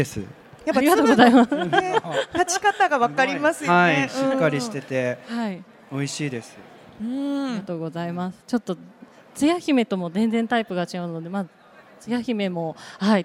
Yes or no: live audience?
yes